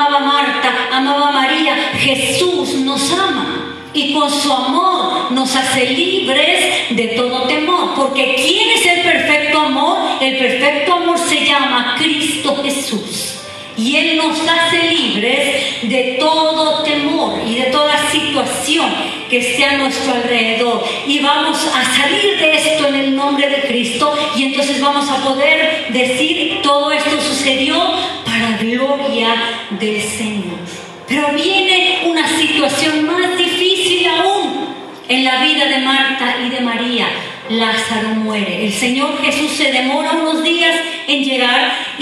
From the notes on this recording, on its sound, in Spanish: Grabado en vivo en Centro Cristiano Agua Viva en la Ciudad de Oaxaca, México.